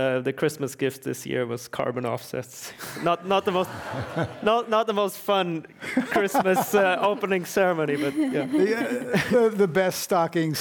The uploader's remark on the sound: Part One of this program was recorded in front of a live audience at The Commonwealth Club in San Francisco on July 11, 2019. Part Two was recorded at the Commonwealth Club in San Francisco on January 17, 2019.